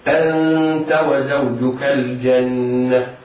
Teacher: هذا خطأ، لأنه نطق حرفا ليس مرسوما في المصحف، أثبت ألفا وهي ليست مرسومة في المصحف، وإنما يتعين ينطق الهمزة بعدها النون المخفى عند التاء مباشرة